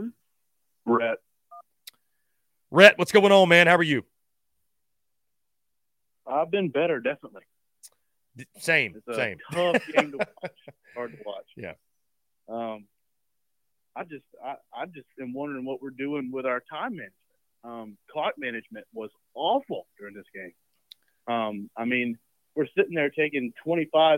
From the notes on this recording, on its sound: Postgame Call-In Show. Takes your questions, comments and calls after South Carolina's 31-17 loss to North Carolina.